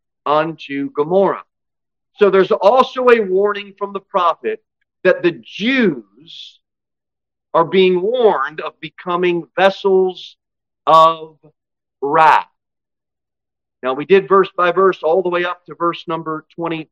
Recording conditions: large echoing room